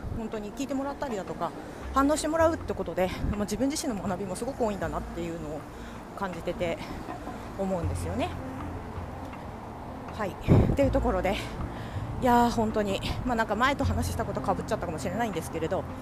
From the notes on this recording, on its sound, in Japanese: 歩きながらの収録。